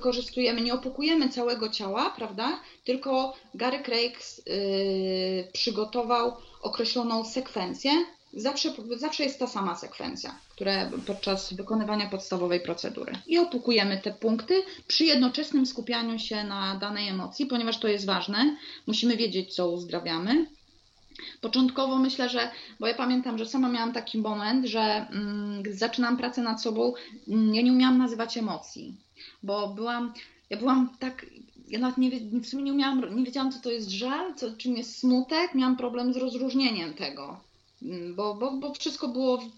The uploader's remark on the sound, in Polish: Nagrania Audio webinarów.